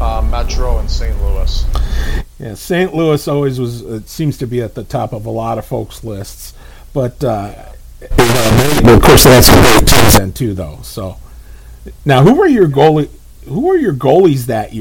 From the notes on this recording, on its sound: Some audio difficulties